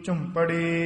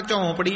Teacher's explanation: ਝੁੰਪੜੀ ਔਂਕੜ ਦੇ ਨਾਲ ਹੀ ਉਚਾਰਨ ਕਰਨਾ, ਝੌਂਪੜੀ ਨੀ ਕਹਿਣਾ · Shown in: first take · ਝੁੰਪੜੀ ਉੱਤੇ ਟਿੱਪੀ ਵੀ ਲੱਗੀ ਹੋਈ ਹੈ।